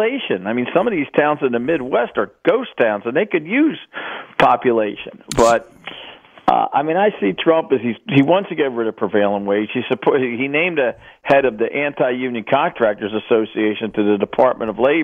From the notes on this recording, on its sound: Special listener call in hour.